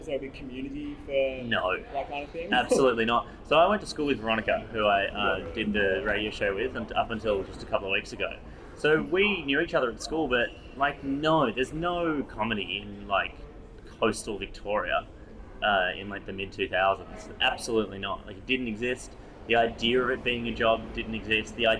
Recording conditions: sounds in the background